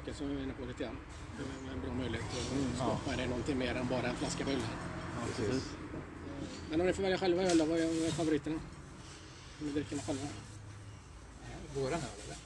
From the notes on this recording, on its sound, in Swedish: Vi träffade grundarna till The Beer Factory från Leksand ute i deras charmiga beer garden. Att spela in podd utomhus har sina utmaningar, därav lämnar ljudkvaliteten tidvis något mer att önska.